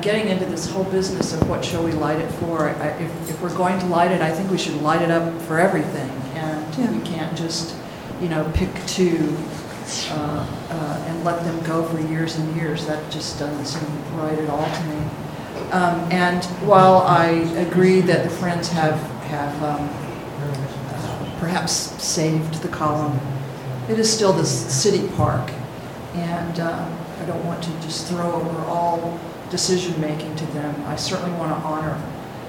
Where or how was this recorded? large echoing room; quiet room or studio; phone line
large echoing room